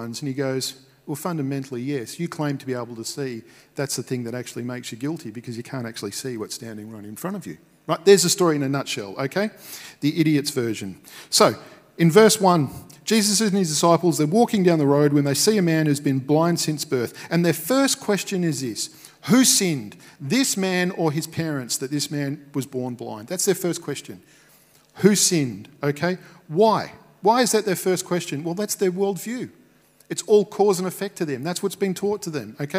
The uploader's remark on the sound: Recorded at Restore Church on the 16th of May 2021.